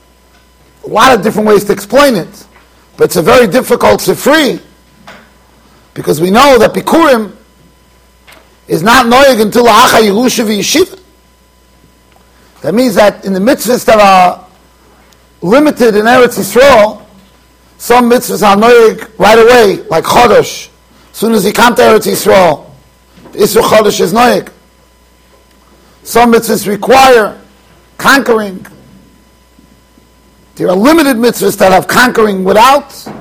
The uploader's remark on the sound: Shiur recorded in Yeshivas Ohr Reuven, Monsey NY.